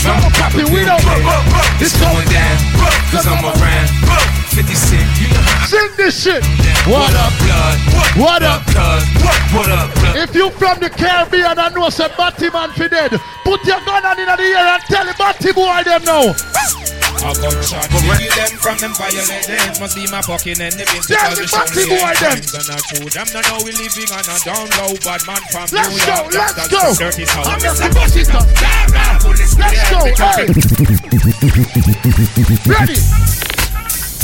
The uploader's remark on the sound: Live audio inside Lip sticks and things after party.